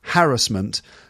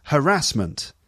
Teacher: In the UK, it should be apparently pronounced with emphasis on the first syllable, harassment. · Shown in: first take